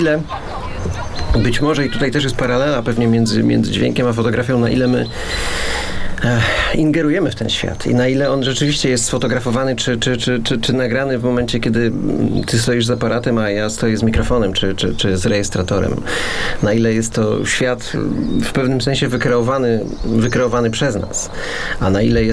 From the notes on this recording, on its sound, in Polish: Rozmowie dyskretnie towarzyszą miejskie i górskie nagrania terenowe obu autorów.